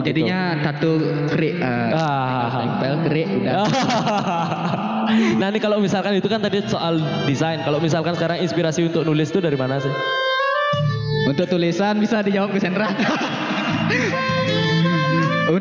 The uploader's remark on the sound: Live at Creator Corner by HIPMI Denpasar. Kebetulan live langsung di acara Denfest, kolaborasi dengan HIPMI Denpasar.